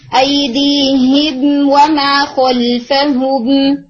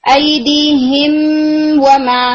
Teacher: मीम साकिन को उसके मखरज से बोलेंगे, उसकी तमाम क्वालिटीज को पूरा करेंगे मगर लंबा गुन्ना नहीं करेंगे · Shown in: first take · यानी गुन्ना को लेंथन किए बगैर उसको जाहिर करना, ये क्या होगा इजहारु शफवी।